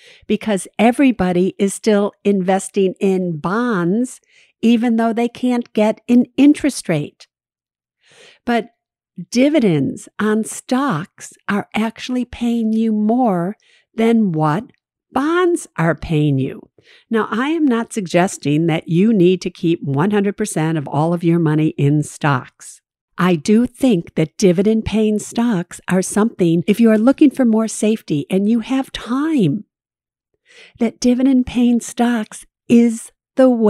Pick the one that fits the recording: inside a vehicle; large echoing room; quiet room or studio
quiet room or studio